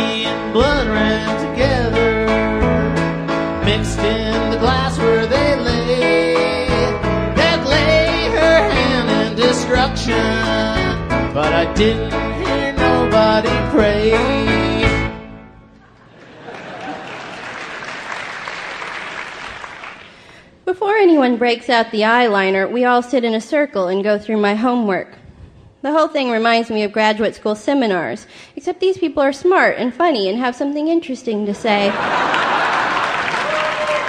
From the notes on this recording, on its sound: Taped before a live audience in Town Hall in New York City. This was a co-production with WNYC New York.